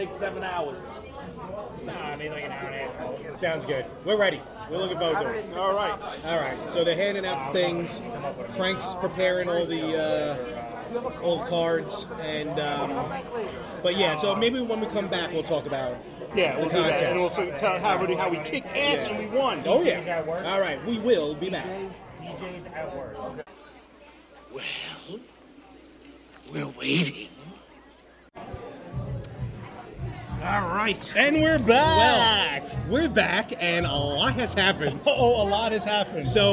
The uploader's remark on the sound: We recorded from Craft Kitchen & Taphouse in Wantaugh for Trivia Night. We did record as the food showed up. The podcast this week was recorded via iRig app on the iPhone.